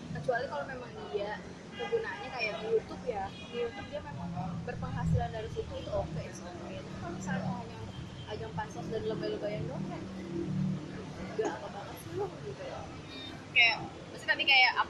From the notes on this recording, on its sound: Sorry for noisy recording